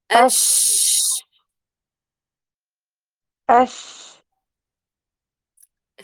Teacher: الشين مخرجها من وسط اللسان وليس من الشفتين، يعني الشفتين خليهم طبيعيين لا تحركي فيهم شيء.